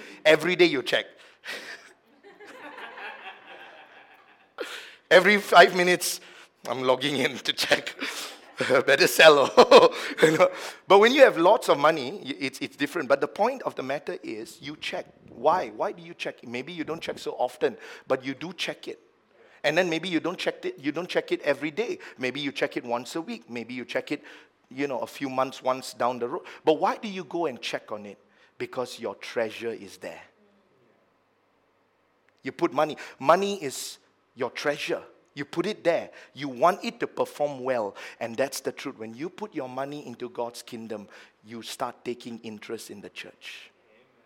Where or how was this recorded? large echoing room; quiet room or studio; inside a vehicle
large echoing room